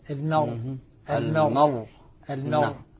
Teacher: لكن عند السكون المحض الراء مفخمة